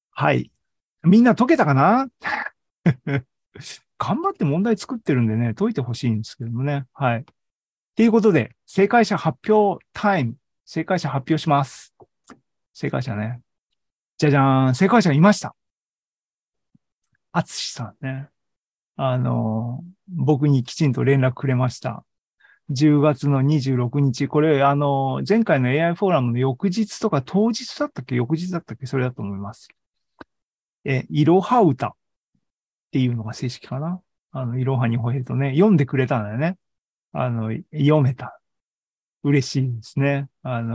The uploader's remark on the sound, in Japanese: ２０２２年１１月３０日に開催した ZOOMライブの模様です